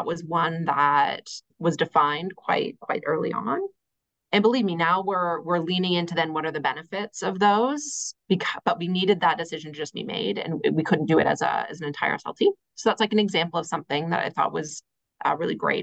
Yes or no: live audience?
no